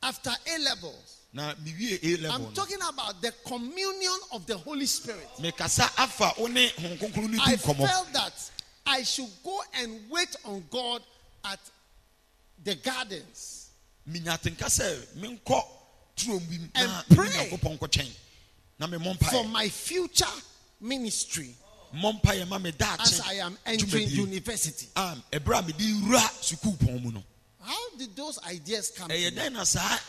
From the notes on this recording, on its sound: Preached at the Healing Jesus Campaign Pastor's Conference in Kyebi, Ghana on the 13th of December, 2021.